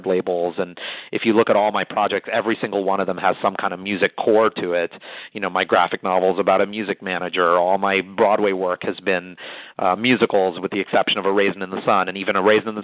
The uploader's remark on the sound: Call in Question and Answer Session